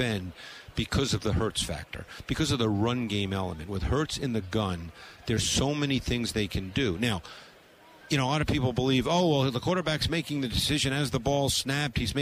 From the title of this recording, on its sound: Live From Radio Row At Super Bowl 57